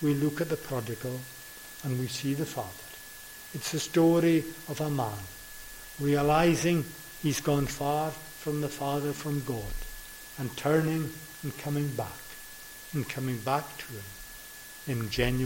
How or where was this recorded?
large echoing room